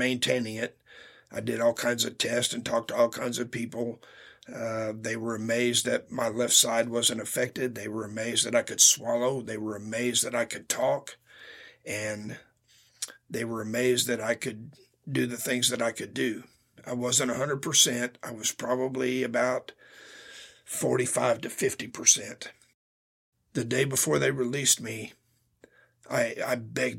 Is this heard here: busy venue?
no